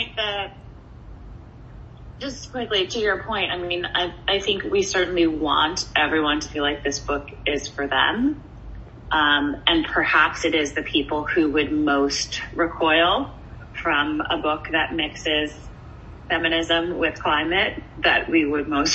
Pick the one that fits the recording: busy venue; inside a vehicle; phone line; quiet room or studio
phone line